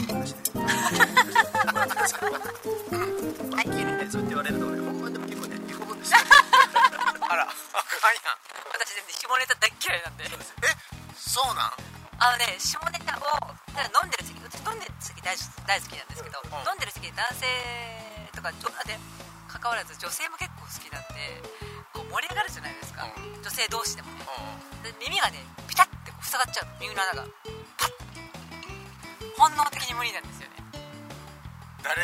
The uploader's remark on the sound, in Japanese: 今回は雑音・雑談ひどいので